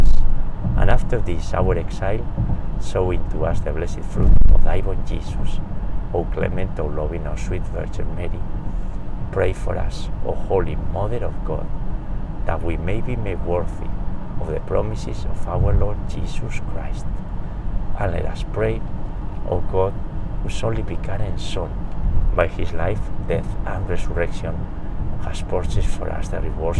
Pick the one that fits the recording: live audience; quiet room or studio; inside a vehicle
inside a vehicle